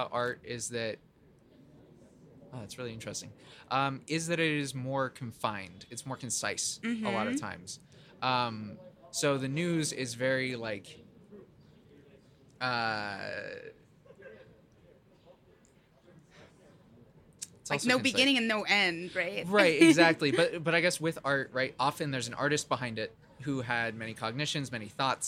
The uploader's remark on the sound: at our spring Gallery Conversation Event outside of Postmaster's Gallery